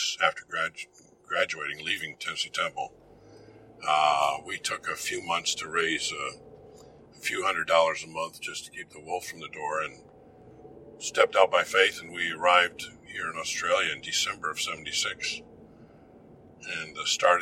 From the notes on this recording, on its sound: This podcast is recorded in a moving vehicle, so sound quality is degraded.